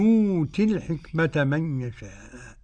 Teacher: قرأ ورش عن نافع بإبدال الهمزة حرف مد